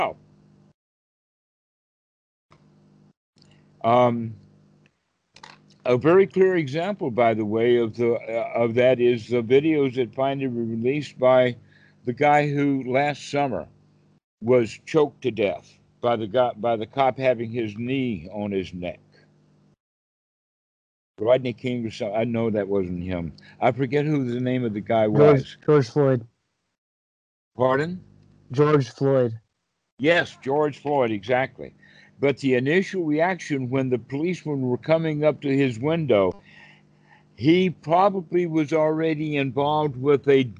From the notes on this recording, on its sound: skype calls on this channel